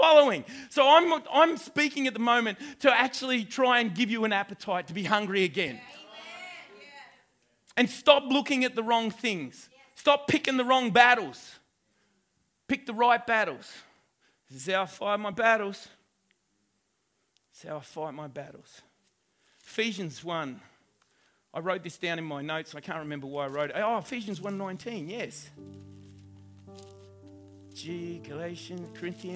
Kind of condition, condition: setting, live audience